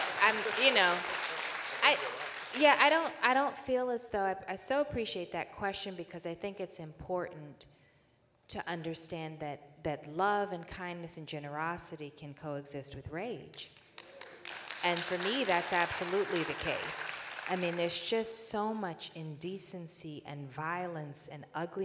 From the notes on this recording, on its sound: 2022 Va. Festival of the Book. Take center stage at this Festival headliner event.